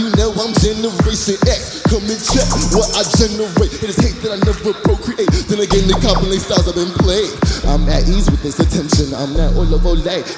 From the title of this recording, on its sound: Live from SXSW